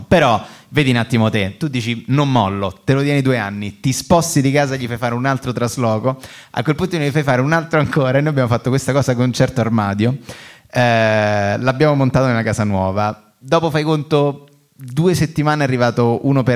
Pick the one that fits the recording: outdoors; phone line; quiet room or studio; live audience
live audience